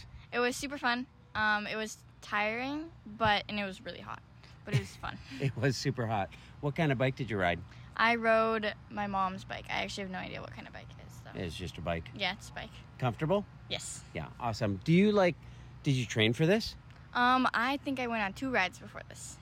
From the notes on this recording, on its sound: We went along with our microphone this year to to find some stories. A massive cross-state seven-day bicycle tour with tens of thousands joining every year.